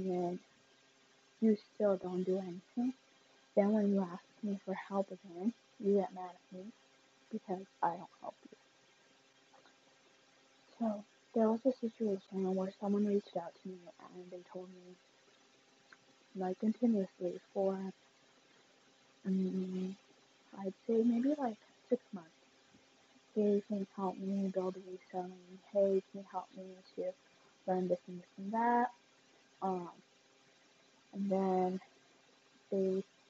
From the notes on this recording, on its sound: Please excuse the bad audio not sure why it’s like that.